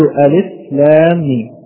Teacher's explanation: الألف لا مد فيها فأقول ألف لام ميم، ولا أقول ألف، أقول ألف.